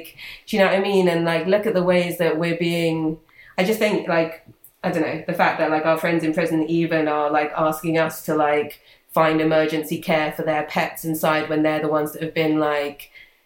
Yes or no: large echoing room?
no